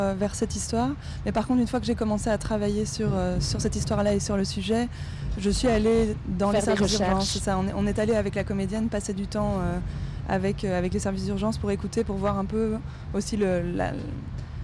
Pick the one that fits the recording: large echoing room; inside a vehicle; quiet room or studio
inside a vehicle